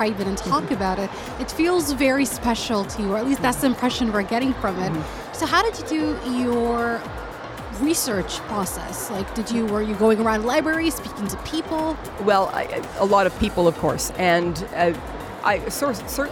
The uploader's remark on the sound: Live at SIBF 2023